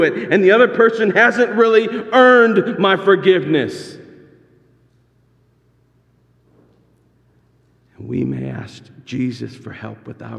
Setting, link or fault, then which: setting, large echoing room